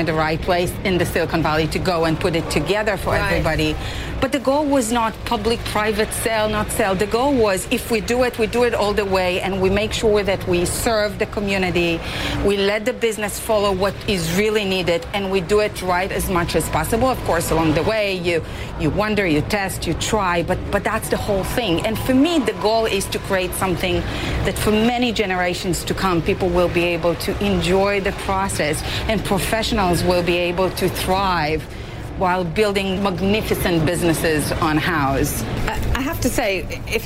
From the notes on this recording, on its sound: live from the New York Stock Exchange